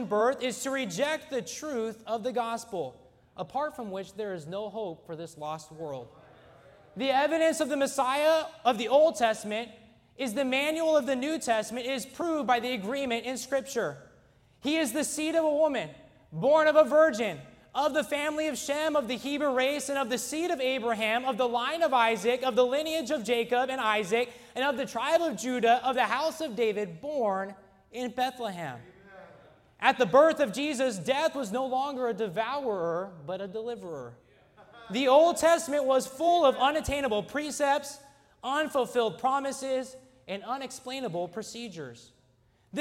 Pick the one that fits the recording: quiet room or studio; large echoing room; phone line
large echoing room